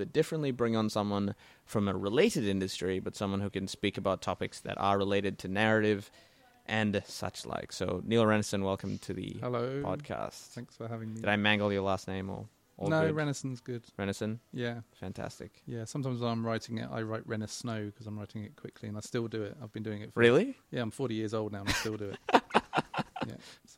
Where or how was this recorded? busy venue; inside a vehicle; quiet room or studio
busy venue